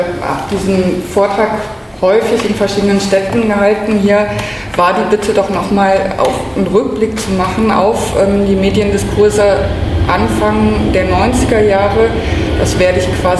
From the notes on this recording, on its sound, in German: Die zweite Sendung bildet ein Mitschnitt des Vortrags. Im Peter-Weiss-Haus.